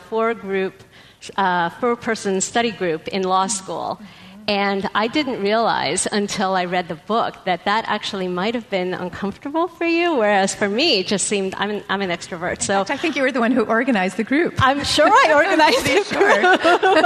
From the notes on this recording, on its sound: Live at Politics and Prose. Live at Politics & Prose is a co-production of Slate and Politics & Prose Bookstore in Washington, D.C.